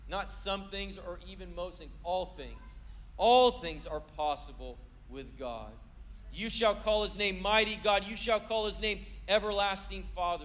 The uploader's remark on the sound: was preached on December 24th at the 4PM service